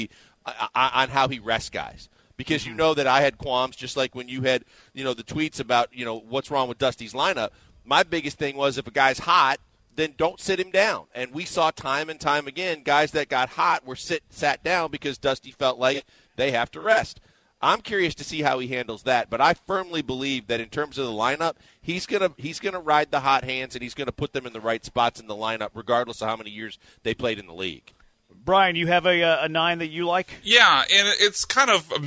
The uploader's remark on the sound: LIVE from X-Golf in Katy!